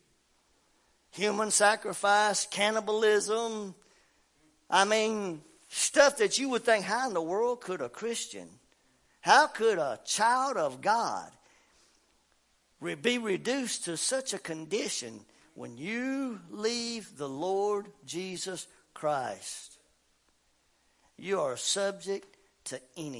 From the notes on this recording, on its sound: WELCOME TO OUR LIVE SERVICE. Family Worship Center in Athens Tennessee.